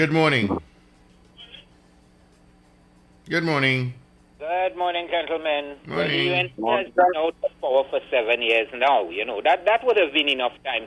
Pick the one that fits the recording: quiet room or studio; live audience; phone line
phone line